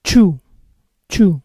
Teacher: La unión de la T final de una palabra seguida de you puede sonar chu